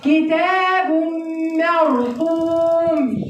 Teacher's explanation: ده الباء مرققه خلاص والميم مرققه، لكن الراء مفخمه، فانت بتخافي من الراء وانت داخله عليها فبتقومي عامله لها حساب فبتقومي مفخمه الميم، غلط.